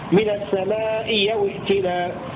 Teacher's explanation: الثاني أن تكون الأولى مكسورة والثانية مفتوحة نحو من السماء يوئتنا، فتبدل الهمزة الثانية ياء